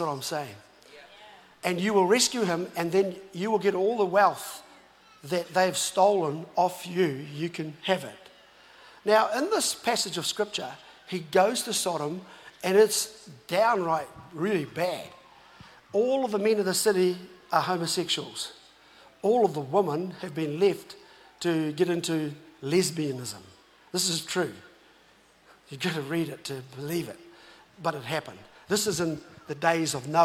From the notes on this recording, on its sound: was recorded live From Destiny Auckland